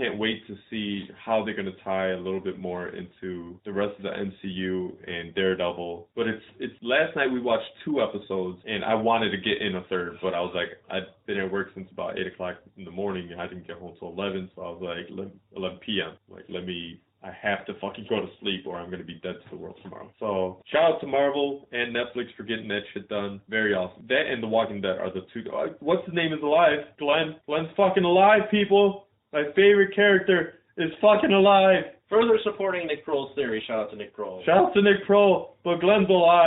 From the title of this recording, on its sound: Sorry About The Audio